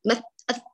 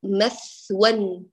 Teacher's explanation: فلا نقول مثوا مثأث بقطع الصوت، بل نقول مثوا · Shown in: second take